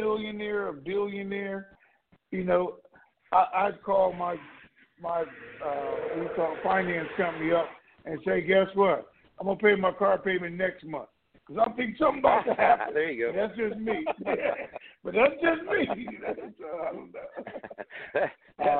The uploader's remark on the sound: TNTSuperfantastic Conference Call.